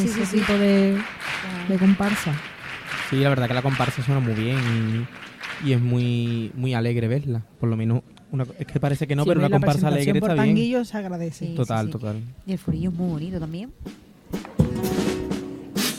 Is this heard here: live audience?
yes